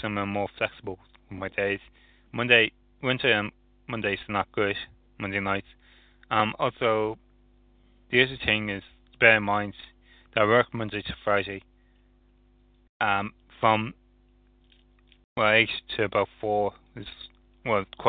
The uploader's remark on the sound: ReBuged Live On Talk Shoe. People dialed into the recording on stand.